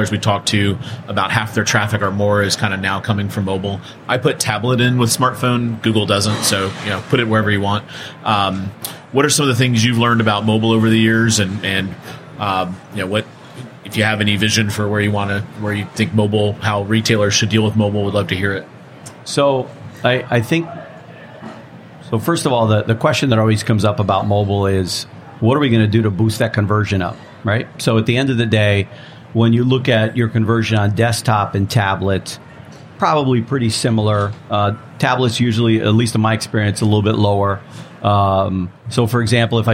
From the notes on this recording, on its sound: From the trade show floor at the Shop.org digital summit 2016.